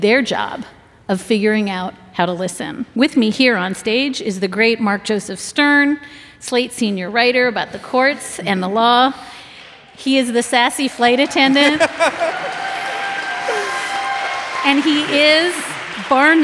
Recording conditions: live audience